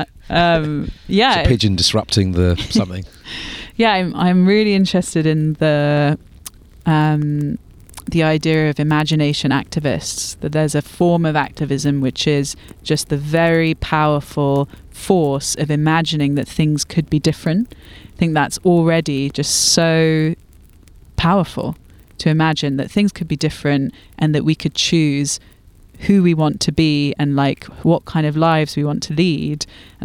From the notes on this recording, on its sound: Recorded in the Devonian woods around a campfire